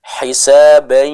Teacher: Sebagiannya ada di mulut, sebagiannya lagi kita masukkan hidung untuk membaca sifat ghunnahnya. Contohnya hisabain, ada suara yang masuk ke dalam hidung ya.